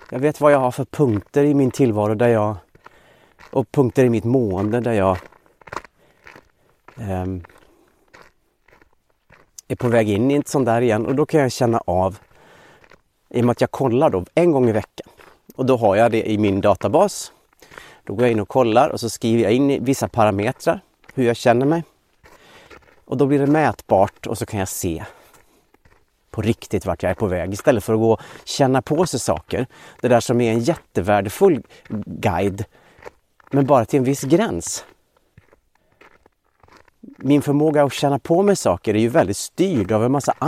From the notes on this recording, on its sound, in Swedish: det knastrande ljudet från hans steg på snön